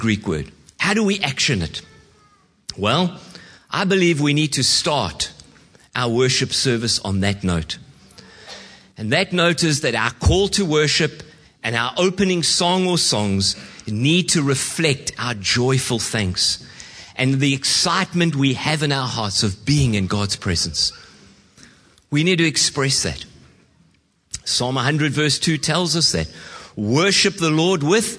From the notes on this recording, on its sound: Preached at Horsham Downs on 11/06/2023